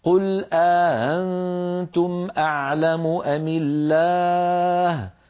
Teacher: قالون رحمه الله رواها عن نافع بإدخال ألف بين الهمزتين مع تسهيل الهمزة الثانية، هكذا قل أأنتم أأنتم، الهمزة الثانية لا تكون محققة، ليست أأنتم، وإنما تكون بين الهمزة والألف